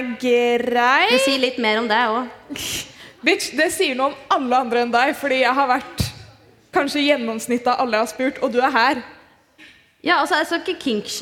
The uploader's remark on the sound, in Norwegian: (LIVE). Har besøkt Klæbu ungdomsskole for å spille inn en episode forann publikum!